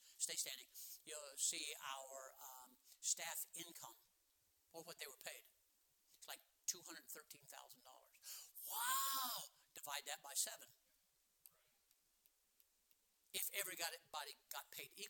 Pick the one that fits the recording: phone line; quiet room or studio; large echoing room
large echoing room